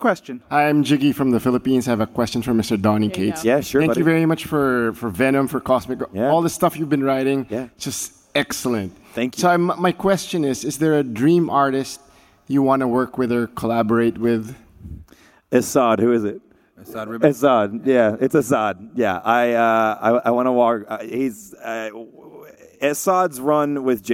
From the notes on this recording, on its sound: Live at San Diego Comic-Con 2018